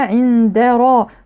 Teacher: إخفاء النون الساكنة ثم الراء مفخمة، عند را، ولا نفخم الدال، لا نقول عند را دارا ضاضا، شايفين الدال، لا، عند را دارا.